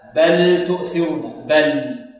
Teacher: فهنا الإمام قالون يظهر اللام عند التاء